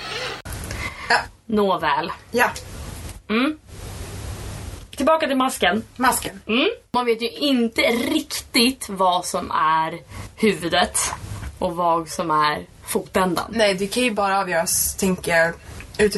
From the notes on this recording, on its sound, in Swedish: Nej, ljudet är inte SUPERKRISP och det ÄR lite köksfläktkänsla mellan ordväxlingarna